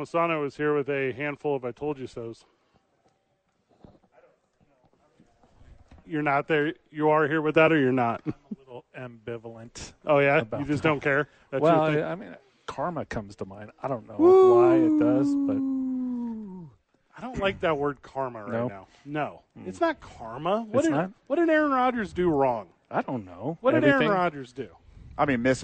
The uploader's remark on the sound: live from The Albuquerque Dukes Store.